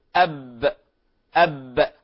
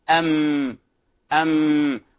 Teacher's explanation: فانطباق الشفتين في حرف الباء تلاحظون أقوى